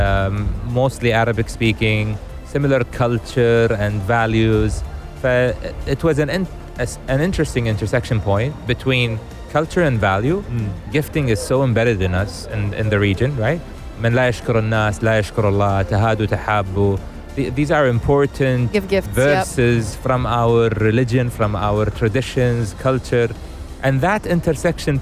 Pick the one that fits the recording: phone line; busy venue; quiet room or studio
busy venue